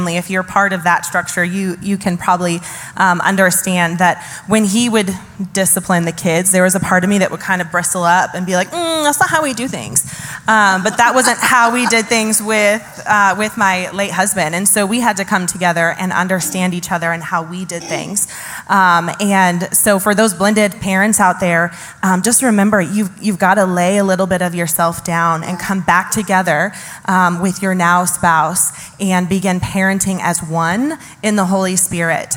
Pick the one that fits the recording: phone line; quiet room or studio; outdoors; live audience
live audience